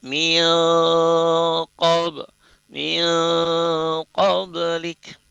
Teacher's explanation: kalau nun sukun bertemu kaf, maka gunnatul ikhfa-nya tebal